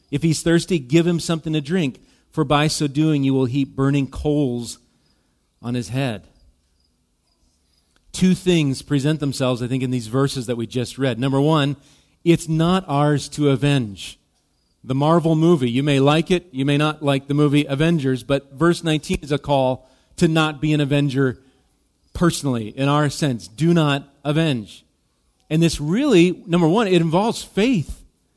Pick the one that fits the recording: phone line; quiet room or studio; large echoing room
large echoing room